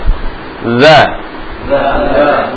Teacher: Kemudian sifat lagi, sifatnya lagi istifal, ya. Jadi tipis dia, karena pangkal lidah mendatar, tidak diangkat. · Term: huruf zal